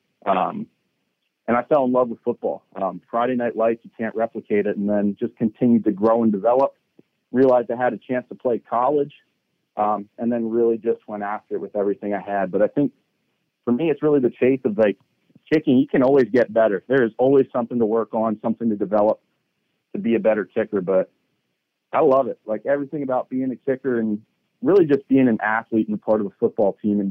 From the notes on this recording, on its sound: addresses the media during his conference call